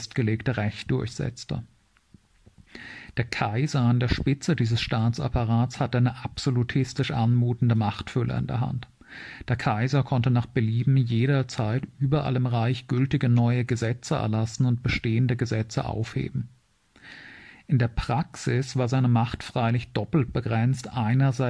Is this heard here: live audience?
no